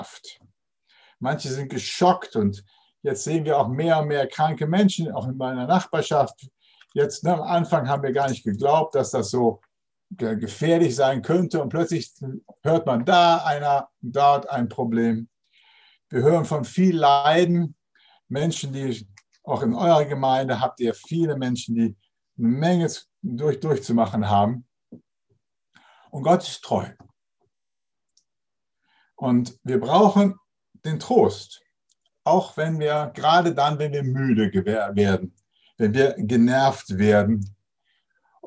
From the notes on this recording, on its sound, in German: Zoom - Gottesdienst